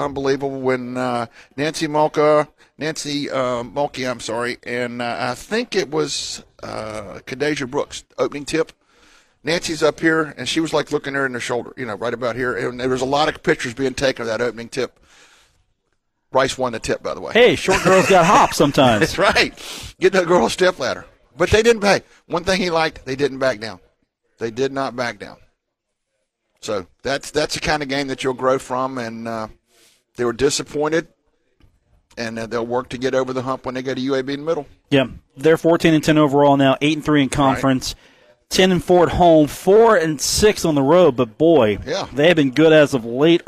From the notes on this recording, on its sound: broadcast live on the road from The Union Pub and Grill in Huntington, West Virginia.